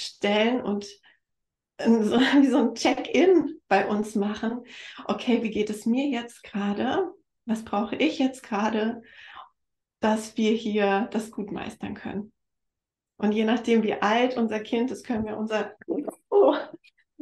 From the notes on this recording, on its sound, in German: Live Interview auf Instagram